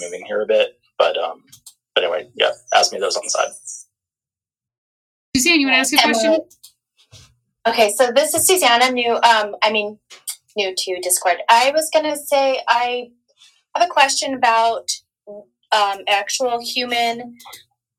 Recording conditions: poor sound quality